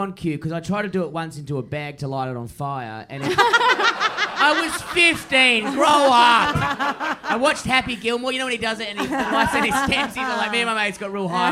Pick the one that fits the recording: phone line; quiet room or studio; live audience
live audience